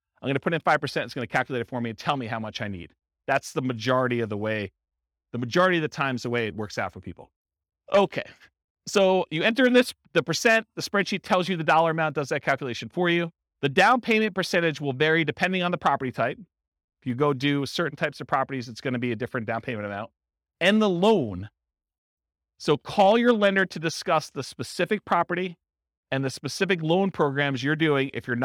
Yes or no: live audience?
yes